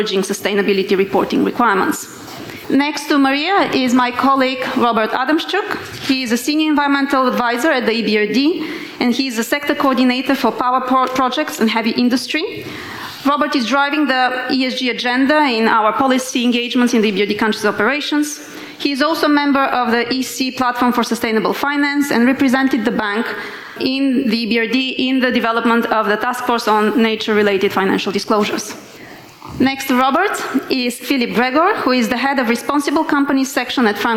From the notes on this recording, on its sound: panel discussion from the CEE Sustainable Finance Summit 2022